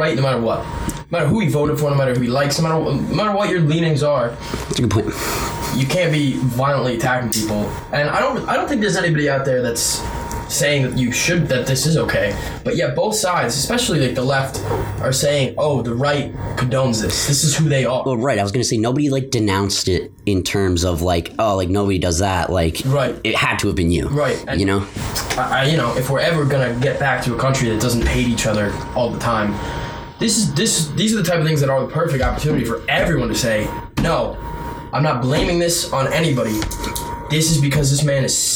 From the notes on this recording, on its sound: Audio quality is subpar due to the main mic losing power.